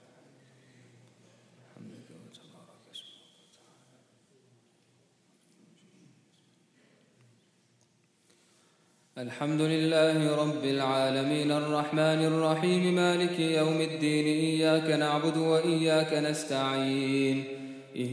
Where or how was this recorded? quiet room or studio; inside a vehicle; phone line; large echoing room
large echoing room